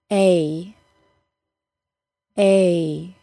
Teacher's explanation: My jaw closes somewhat, and the body of my tongue moves upward until it's very close to my tooth ridge and the hard palate. The tooth ridge is that bony area behind the top front teeth, and the hard palate is the hard, bumpy area behind that. · Term: long A sound